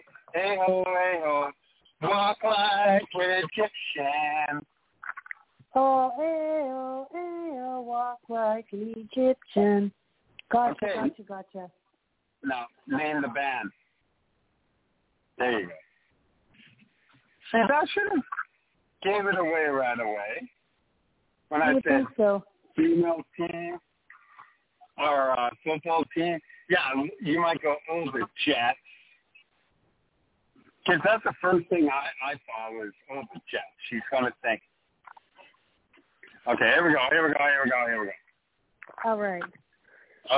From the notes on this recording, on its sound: Taking your phone calls and chat quests/comments.